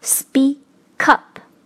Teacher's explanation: speak 结尾的这个辅音 k 和后面的这个 up 开头的元音啊，要做一个连读的处理